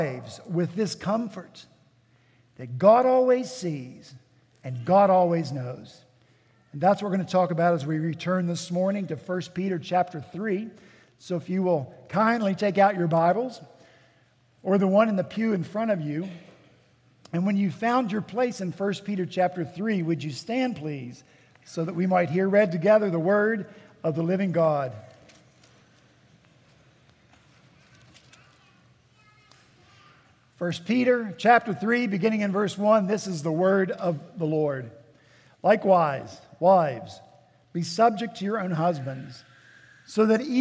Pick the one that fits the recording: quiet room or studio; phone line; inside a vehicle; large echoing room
large echoing room